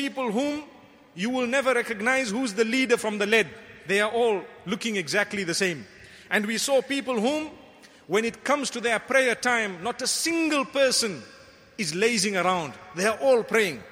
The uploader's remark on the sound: Delivered at Tuanku Mizan Zainal Abidin Musjid